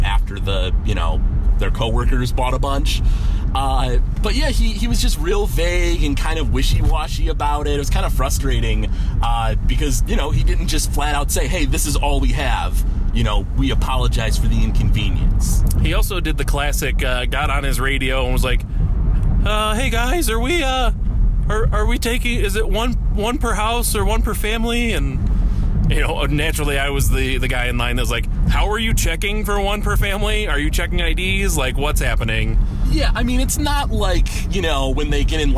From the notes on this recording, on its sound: Recorded live